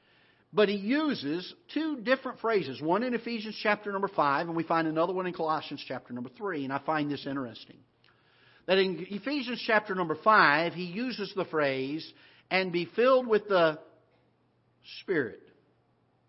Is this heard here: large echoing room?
yes